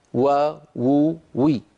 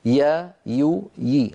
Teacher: الواو من الشفتين كما أسلفنا، والياء المتحركة من وسط اللسان كما كنا قد ذكرنا في بحث مخارج الحروف